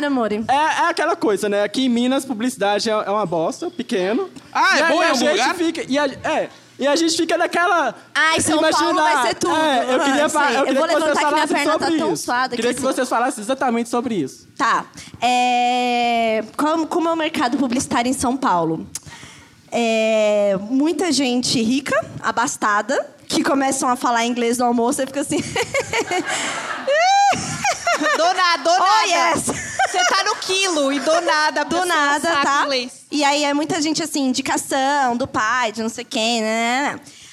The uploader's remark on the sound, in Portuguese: Imagina ao vivo em BH.